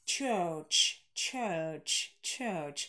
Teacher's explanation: этот звук гласный шва между ч согласными